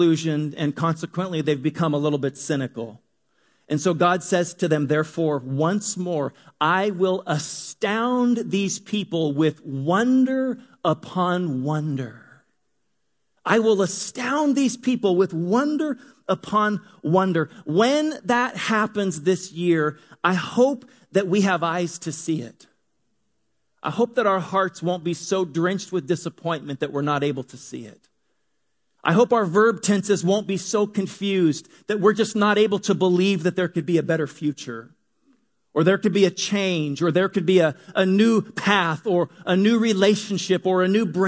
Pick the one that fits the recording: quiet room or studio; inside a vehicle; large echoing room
large echoing room